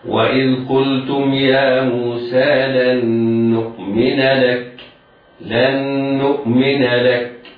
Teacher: وإذ قلتم يا موسى لن نؤمن، كلمة لن وكلمة نؤمن، كلمة لن آخرها نون ساكنة، بعدها كلمة نؤمن أولها نون، إذن النون الساكنة دخلت على مثلها، والحكم هنا الإدغام بغنة، ننطق حرفا ونونا واحدة مشددة، يعني هكذا ننطق اللام مفتوحة بعدها نون مشددة بعدها همزة ساكنة